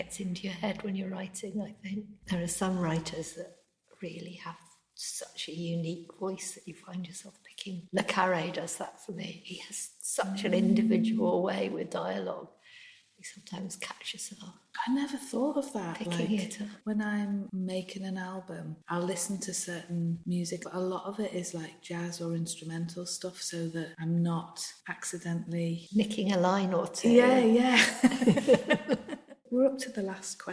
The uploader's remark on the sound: This episode was recorded upstairs at her local book shop The Bound which was quite an echoing room.